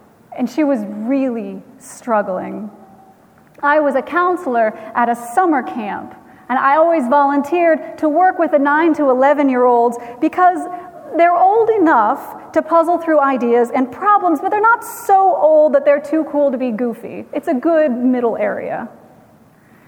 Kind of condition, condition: setting, large echoing room